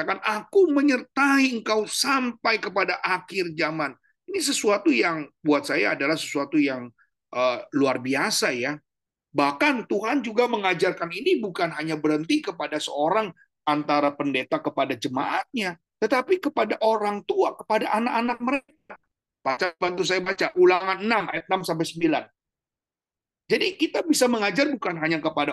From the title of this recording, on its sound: Audio Zoominar